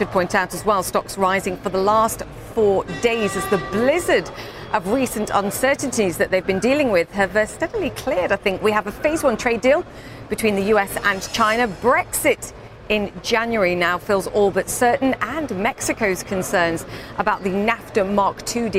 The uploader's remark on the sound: live from The New York Stock Exchange